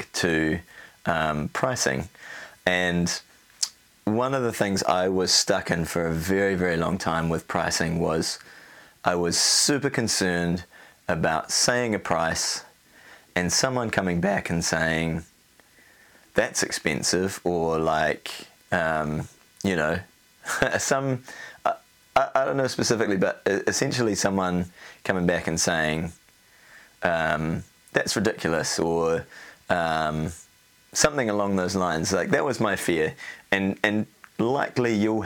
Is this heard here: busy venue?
no